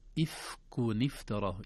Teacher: النون ظهرت لكن تحركت لالتقاء الساكنين